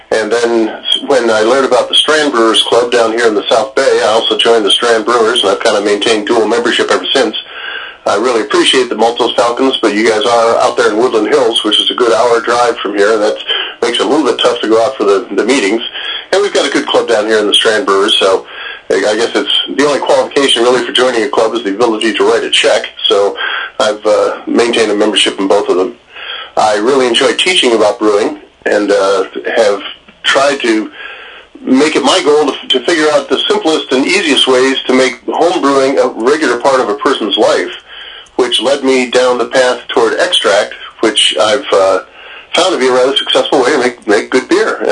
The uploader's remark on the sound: hit the phones